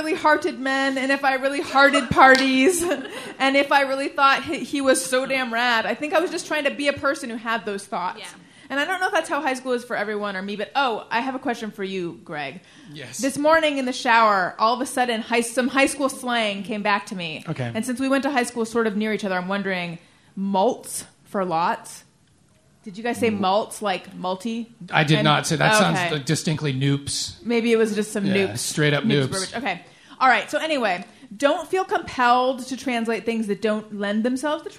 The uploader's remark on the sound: Live from Podfest. Live from LA Podfest.